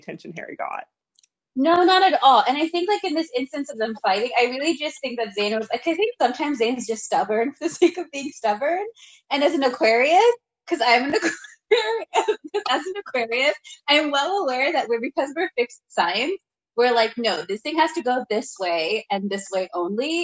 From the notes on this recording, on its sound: We would apologize for all technical glitches.